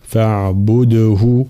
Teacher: الدال طبعا في كلمة فاعبده مقلقلة بين مضمومين